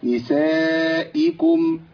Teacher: الهمزه المكسوره كثير من الناس بيقع في ابدالها بياء · لازم تمكن للهمزه بصوتها وهي مكسوره، لان الهمزه المكسوره تبقى كده اي والمفتوحه ا والمضمومه او، صوت مختلف، يبقى لابد من تمكين الحركه.